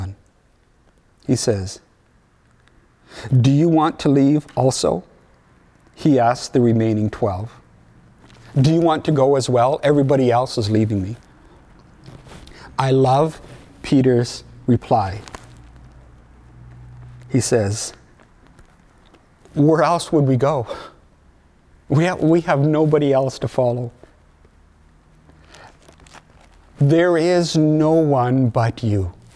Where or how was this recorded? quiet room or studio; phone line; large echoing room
large echoing room